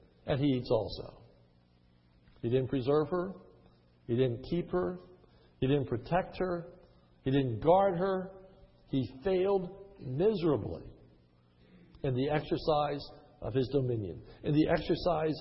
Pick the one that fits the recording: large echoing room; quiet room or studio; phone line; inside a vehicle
large echoing room